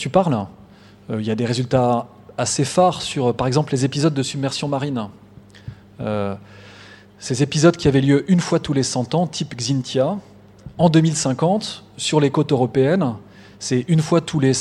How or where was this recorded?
large echoing room